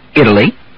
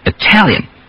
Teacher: The same thing in the words Italy and Italian. Again, we change the first one to a D because it stresses the first syllable, Italy, and we keep the T in the other because the second syllable is stressed, Italian. Most of the time, when you see the T between vowels, the first syllable will be stressed, and the D substitution will happen.